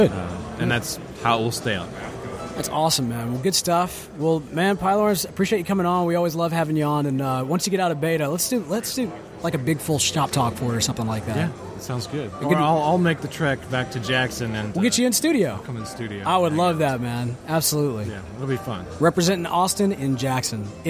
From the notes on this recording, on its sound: This week we take you LIVE from the show room floor at the first ever New Orleans Pipe Show!